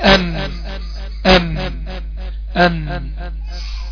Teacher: طرف اللسان مع ما يحاذيه من لثة الأسنان العليا تحت مخرج اللام